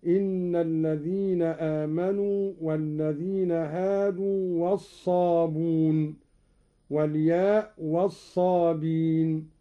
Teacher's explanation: قوله تعالى: إن الذين آمنوا والذين هادوا والصابئون، قرأ قالون لفظ الصابئون كيفما أتى في القرآن بالواو والياء، قرأه بحذف الهمز تخفيفا